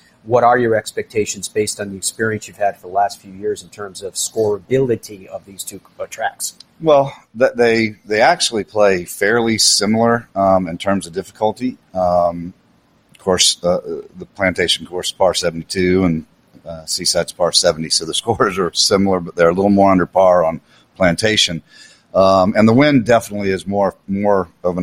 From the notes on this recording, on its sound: Continues to broadcast live at the RSM Classic from Sea Island, GA.